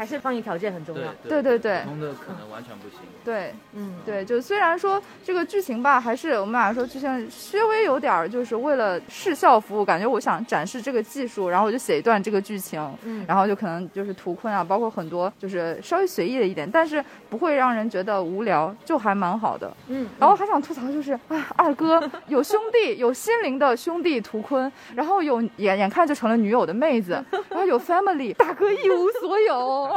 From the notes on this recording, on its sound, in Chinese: 我们上海分部也是第一时间抢到了IMAX激光厅的首映零点场。决定做一期“声音vlog”，记录一下我们以及其他的影迷现场观影的即时感受。现场观众的映前采访。